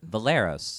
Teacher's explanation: I put the more emphasis on that second syllable